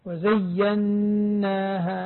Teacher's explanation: الغنة على النون مشددة